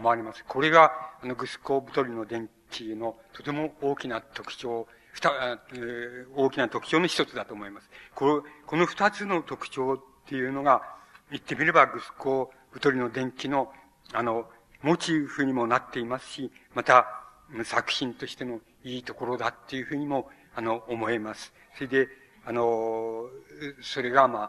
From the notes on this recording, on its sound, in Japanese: 主催：日本近代文学館。場所：有楽町・よみうりホール。3年連続となった 「近代文学館・夏の文学教室」 での講演。音源は主催者提供。